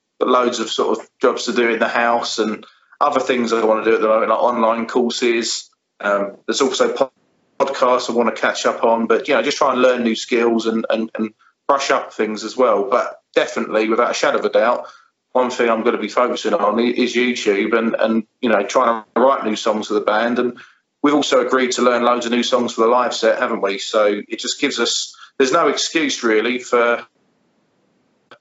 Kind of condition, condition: link, video call